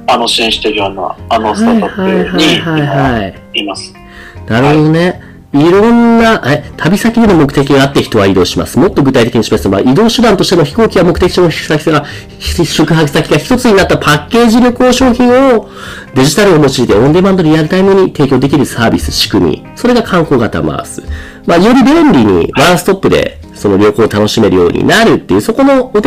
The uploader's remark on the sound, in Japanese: 今回機材トラブルで音割れが発生しております